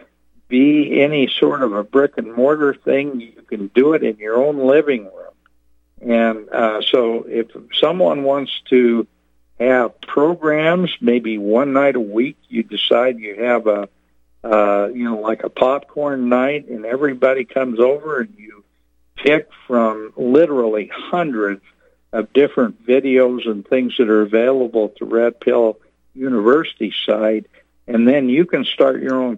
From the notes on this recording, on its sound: Call in Guest